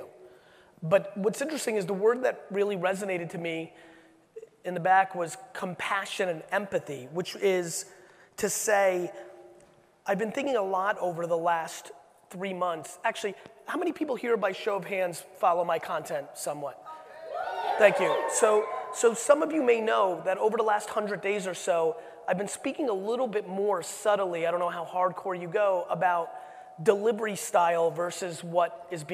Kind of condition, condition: setting, live audience